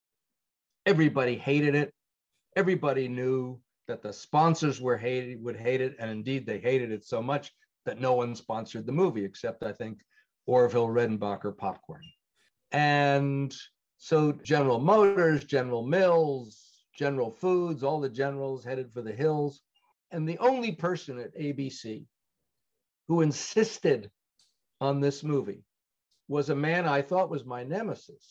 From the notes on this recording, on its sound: speaking to me via Zoom